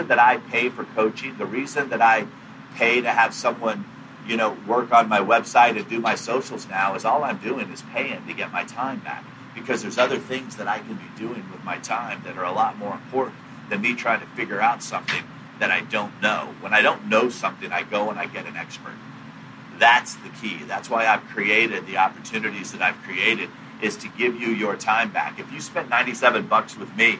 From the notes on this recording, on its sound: live from the backstage